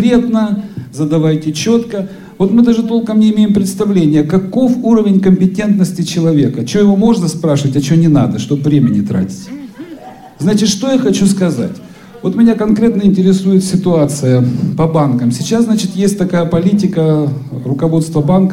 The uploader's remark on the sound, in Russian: Международный образовательный реабилитационный форум ВОС «Интеграция 2018». Аудиозапись работы круглого стола